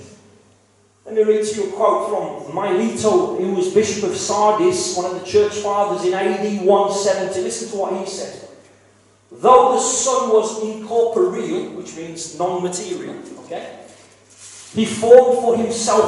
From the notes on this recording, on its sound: KCC's morning service. Please note that this is a live recording and at times the audio quality may suffer due to external circumstances.